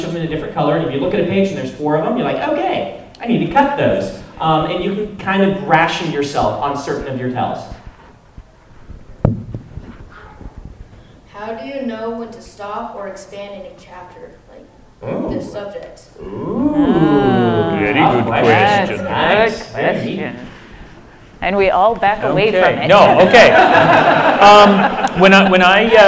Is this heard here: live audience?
yes